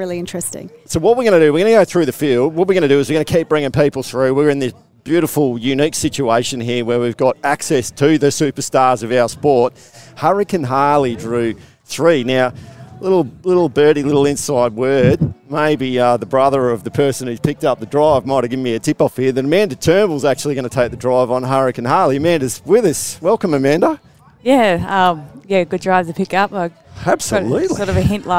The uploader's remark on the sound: We're bringing you this episode of The Sprint Lane live from the barrier draw of the Miracle Mile at the Club Menangle Country Club.